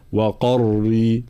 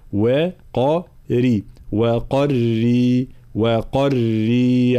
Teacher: كلمة قري، الانتباه لابد من التمرن على نطق الراء المرققة بعد حرف مفخم مثل هذه الحالة، قاف مفخمة ثم الراء مكسورة مرققة · Shown in: second take · فلا نقول وقري، لا وقري وقري وقري عين هكذا.